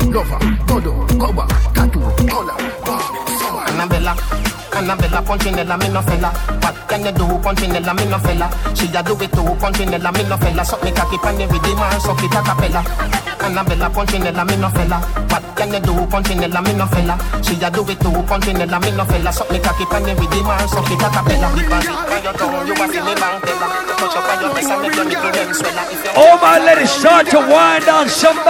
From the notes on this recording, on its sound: LIVE AT ISLAND SATURDAYS ON NOV 6TH.